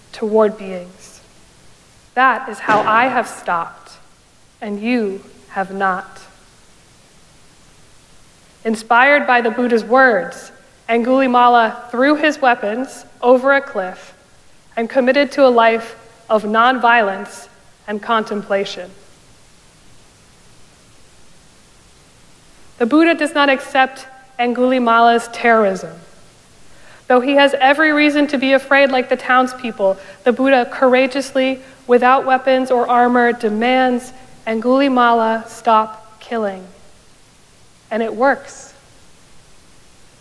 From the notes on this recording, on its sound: Recorded live at Arlington Street Church